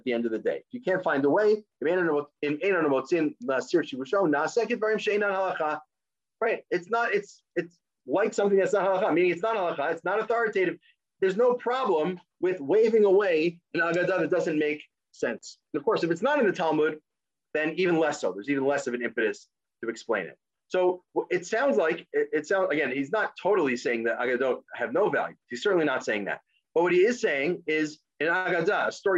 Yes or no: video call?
yes